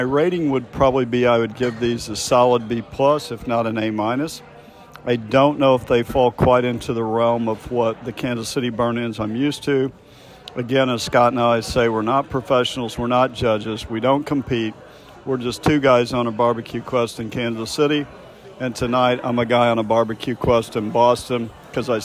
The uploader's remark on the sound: An evening of dining at The Smoke Shop BBQ in Boston. Reviewed live in the raw as normal.